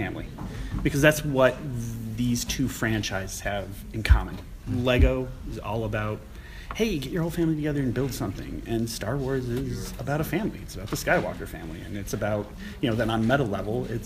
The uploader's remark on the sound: Interview at Celebration